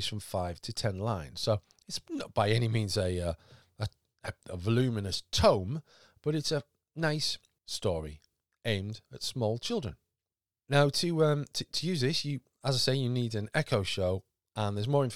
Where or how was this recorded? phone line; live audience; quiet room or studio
quiet room or studio